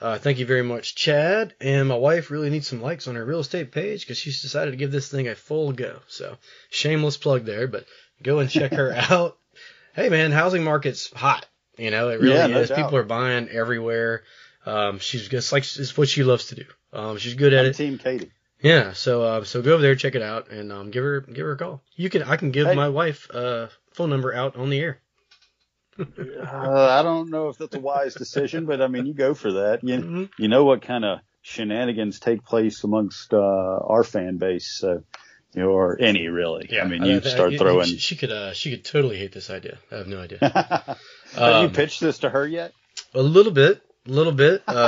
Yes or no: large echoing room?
no